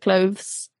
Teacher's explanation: tongue through the teeth and then behind the teeth for the S bit